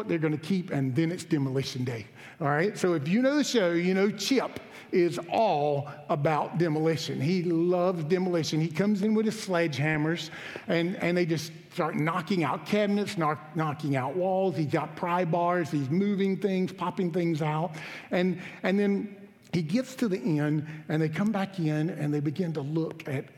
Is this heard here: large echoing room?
yes